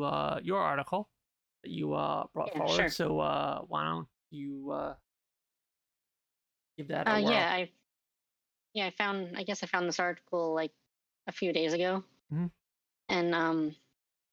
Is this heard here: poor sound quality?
yes